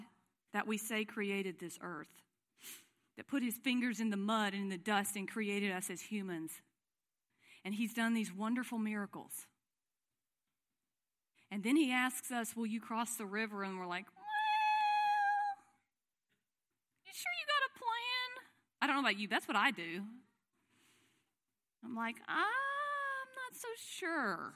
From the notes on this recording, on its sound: This service was recorded live on August 29th, 2021 at Newark UPC.